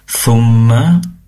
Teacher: huruf mim yang bertasydid tentunya didengungkan, digunnahkan